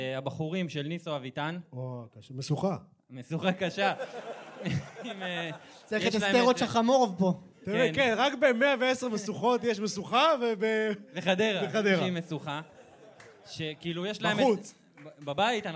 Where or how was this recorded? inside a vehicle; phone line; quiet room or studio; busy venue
busy venue